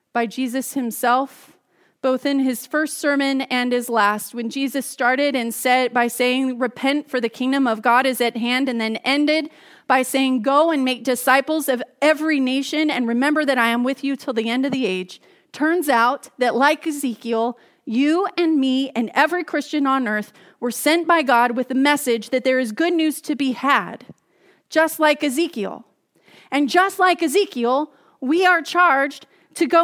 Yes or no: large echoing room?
yes